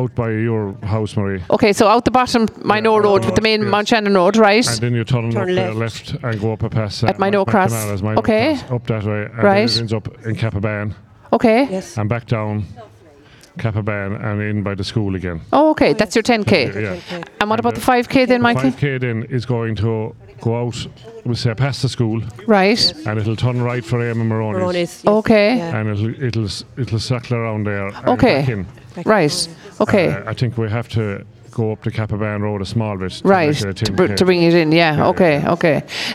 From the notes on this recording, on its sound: broadcast live from the the Fair green at the Scariff harbour festival 2023